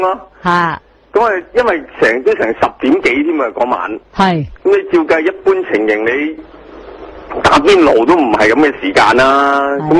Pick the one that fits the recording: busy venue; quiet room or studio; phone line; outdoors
phone line